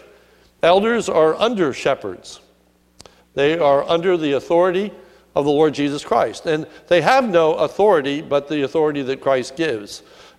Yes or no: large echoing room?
yes